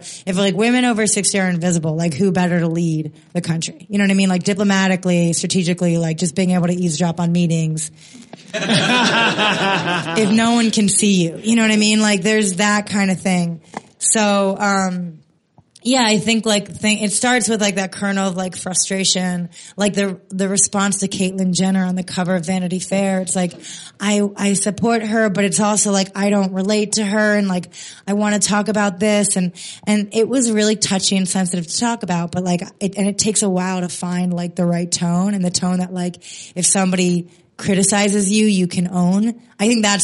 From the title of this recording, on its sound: Live at the Edinburgh Fringe